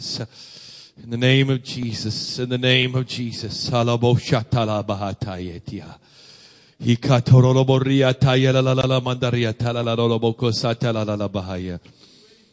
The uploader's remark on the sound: Sunday Morning Service. 45th Anniversary Weekend.